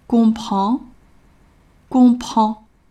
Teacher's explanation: 在发 on 的时候，嘴型类似于我们的元音啊，大口。 · Term: 鼻音 · IPA: [kɔ̃prɑ̃]